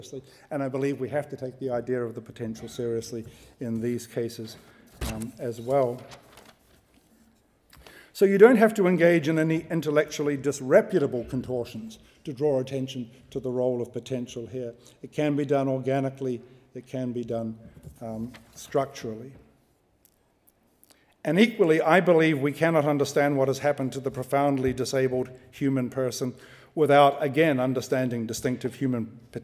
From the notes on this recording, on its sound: Recorded on 5 February 2015 at the University of Edinburgh's Playfair Library